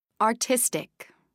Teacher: 3 syllables, main stress on the 2nd syllable.